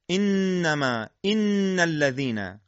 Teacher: هوای خارج شونده ناچار از راه بینی در این لحظه خارج میشه که اون حالت غنه در حرف نون هست.